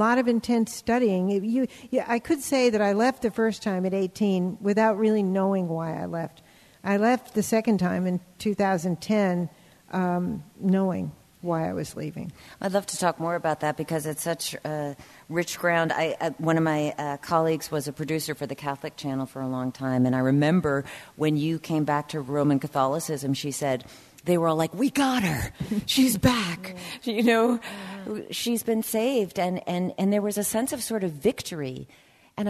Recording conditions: live audience